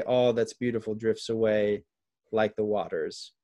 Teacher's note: the last word is a trochee, or, you know, ends with an unstressed, you could argue is like another reinforcement of like sound is cutting off even before what you had expected it to, right?